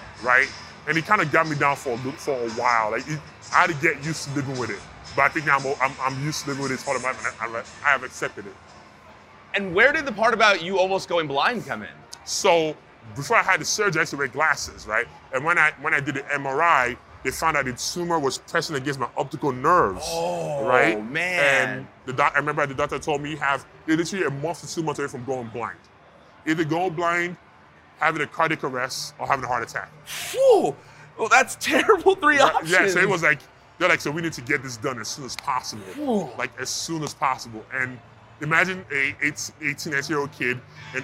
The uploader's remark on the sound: live at WWE Superstore Axxess in Dallas during WrestleMania week